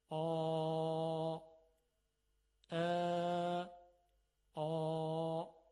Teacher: انتهای زبان یعنی ریشه زبان به طرف بالا و عقب کشیده میشه، صدا درشت میشه · Term: استعلاء